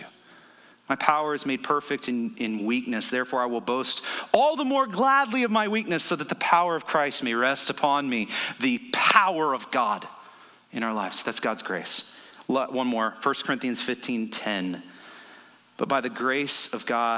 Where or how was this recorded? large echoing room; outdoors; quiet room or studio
large echoing room